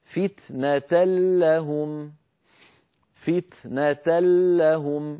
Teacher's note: ما بقي من التنوين شيء، لا ذاته ولا غنته، تحولت النون بجزئيها إلى لام وأدغمنا اللام في اللام فصار النطق بلام مشددة. هذا بالنسبة للام.